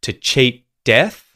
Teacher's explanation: the word to at the start of to cheat death gets reduced. The oo vowel sound becomes a schwa vowel sound.